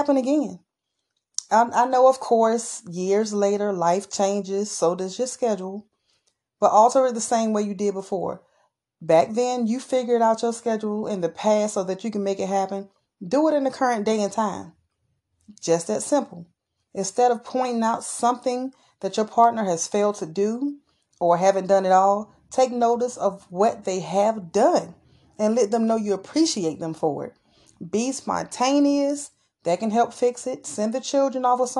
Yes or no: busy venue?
no